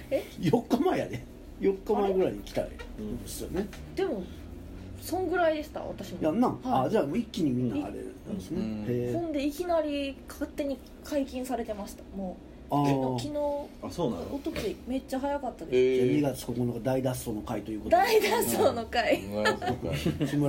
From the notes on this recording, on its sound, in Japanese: 神戸、SPACE DOG!RECORD(お店)より。